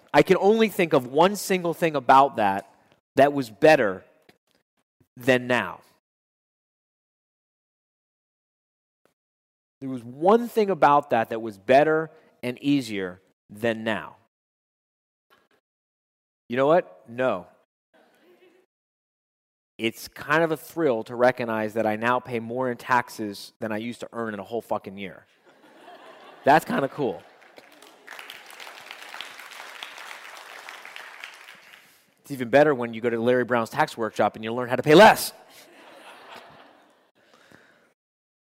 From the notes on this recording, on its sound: addressed his members at a Live Quarterly Meeting in West Palm Beach, Florida